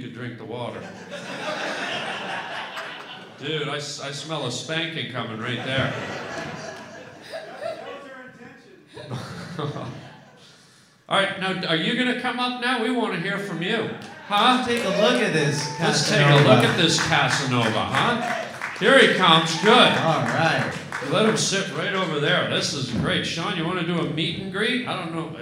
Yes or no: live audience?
yes